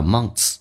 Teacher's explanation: months,这个咬舌音加个 s,一般直接可以说成 t 加个 s 叫 months